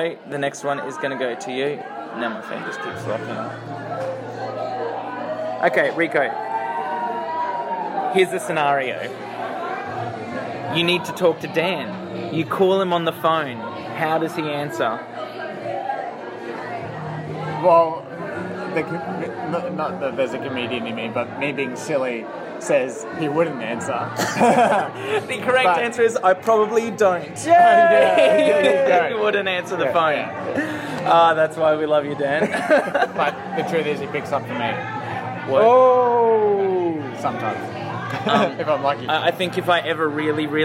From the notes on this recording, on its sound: Live from Ipswich. Recorded live at Brothers Leagues Club, Ipswich. The boys also kinda played some live music (being at a gig and all).